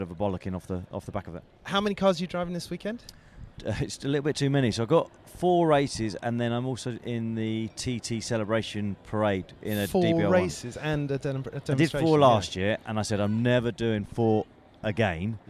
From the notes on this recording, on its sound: live at the Goodwood Revival